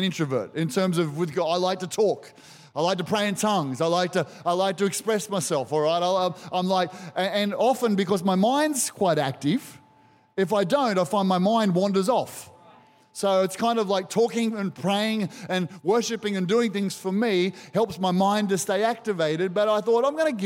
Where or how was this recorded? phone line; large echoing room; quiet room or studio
large echoing room